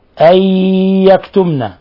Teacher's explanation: نون جاء بعدها الياء، حكم التجويد إضغام بغنة